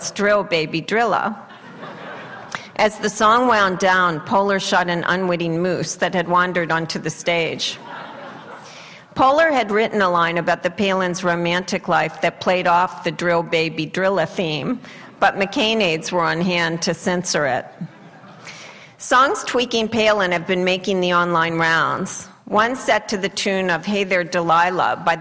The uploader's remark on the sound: addresses an audience at UC Santa Barbara